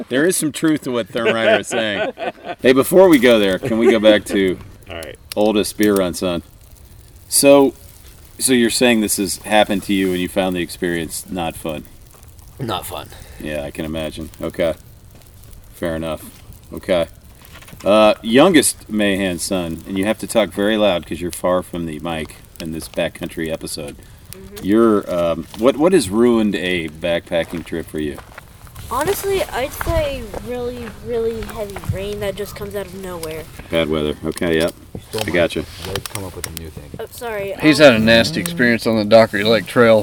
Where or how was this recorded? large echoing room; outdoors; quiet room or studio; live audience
outdoors